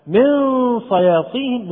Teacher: نلاحظ أن هذا الإخفاء فيه بعض الغلظة